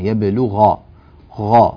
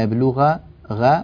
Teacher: الغين نعطيها التفخيم الكامل · Shown in: first take · إنما لو قلنا يبلغ غ هذا تفخيم ضعيف نحتاج أن نقويه أكثر.